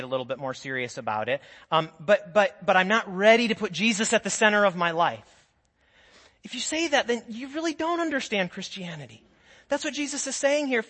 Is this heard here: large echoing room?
yes